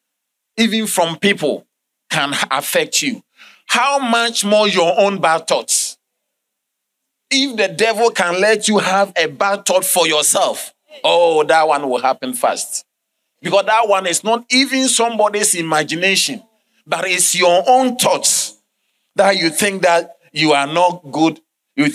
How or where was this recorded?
large echoing room